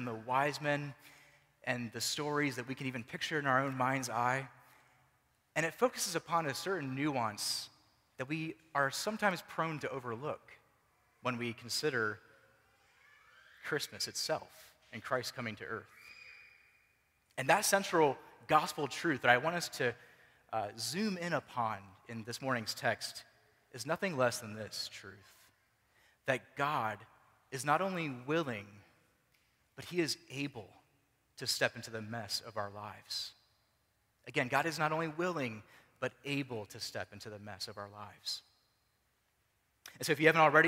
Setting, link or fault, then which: setting, large echoing room